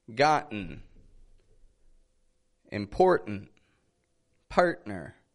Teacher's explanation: Notice I'm not really pronouncing a T in any of those. · Term: glottal T